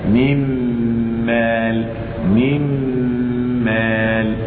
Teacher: النون لا يبقى لها أثر لأنها دخلت بغنتها في الميم، فتقرأ هكذا من مال، من مال، وهكذا.